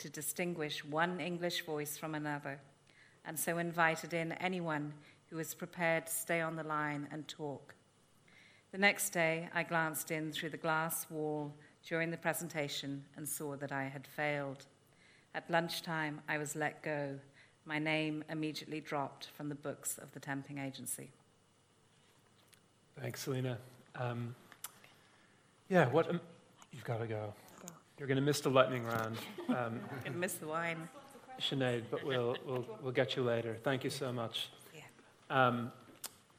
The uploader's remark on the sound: Listen to our annual Conversations event recorded at The Little Museum in December 2019.